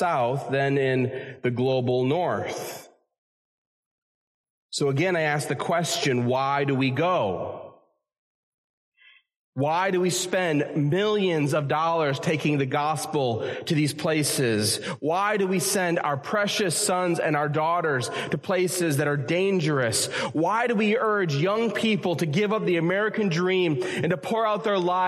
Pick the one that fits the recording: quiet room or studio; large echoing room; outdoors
large echoing room